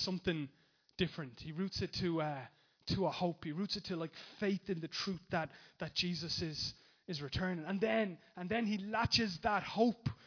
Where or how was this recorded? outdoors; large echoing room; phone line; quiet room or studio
large echoing room